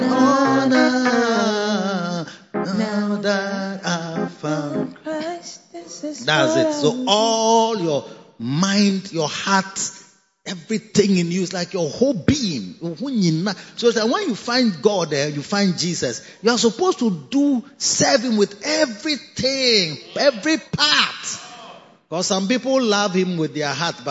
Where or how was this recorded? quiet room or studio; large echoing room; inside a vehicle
large echoing room